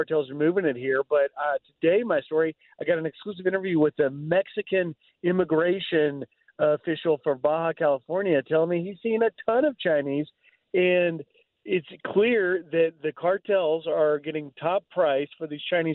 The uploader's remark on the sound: reports live from the Southern Border